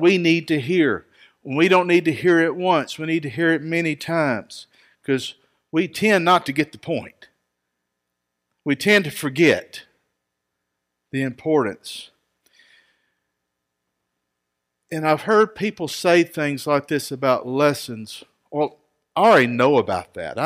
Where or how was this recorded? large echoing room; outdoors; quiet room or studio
large echoing room